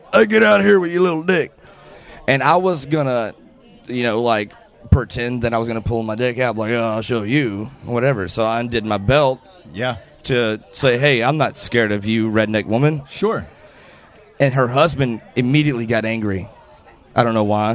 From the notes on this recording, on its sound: live from a Drinkin' Bros house party in Florida